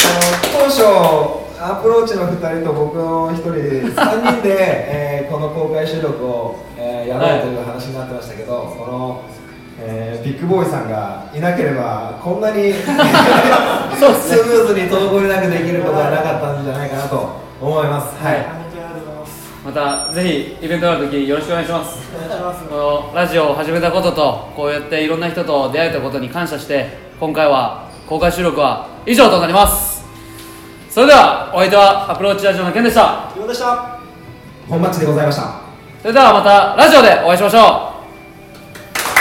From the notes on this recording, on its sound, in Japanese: 公開収録音源。In可児。